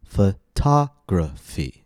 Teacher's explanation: On photography, the stress falls on ta, the second syllable.